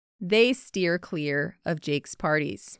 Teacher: So notice how you can barely hear of in there.